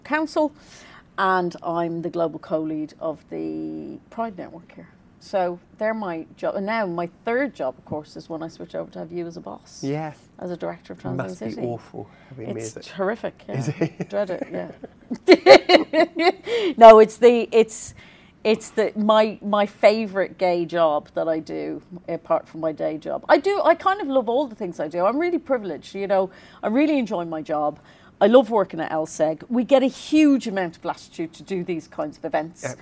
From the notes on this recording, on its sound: This interview was recorded at the London Stock Exchange (LSEG) during Trans in the City's Closing of the Stock Exchange Event for Trans Awareness Week, Nov 14th 2023